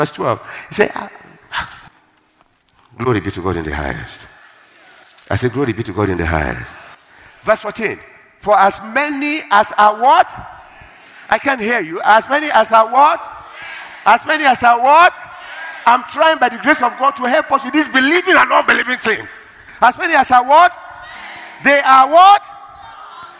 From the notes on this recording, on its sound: Word Explosion Conference, 2018: Day 7 (1st Service). Ministering During Word Explosion Conference.